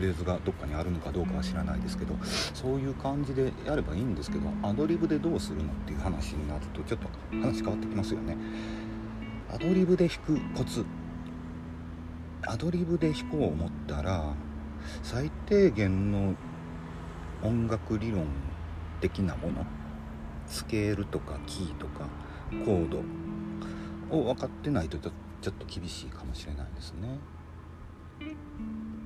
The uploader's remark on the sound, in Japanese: テスト録音のつもりでちょっと環境音が入っちゃってます